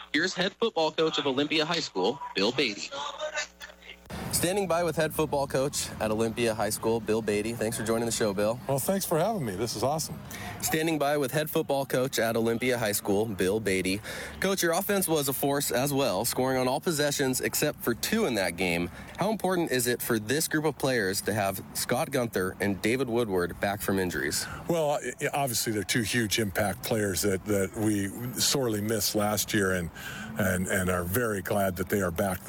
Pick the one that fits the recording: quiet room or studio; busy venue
busy venue